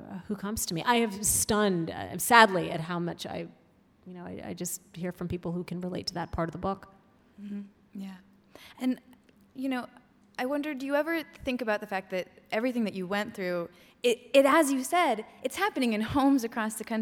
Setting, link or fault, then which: setting, live audience